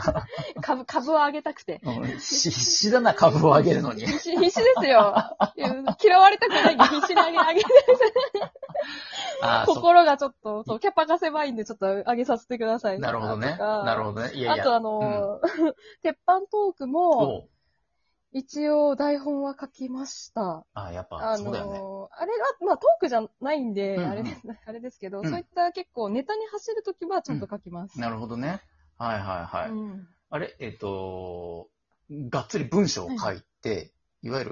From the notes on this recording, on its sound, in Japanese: From Radiotalk。リモート収録。ゲストと一緒に配信。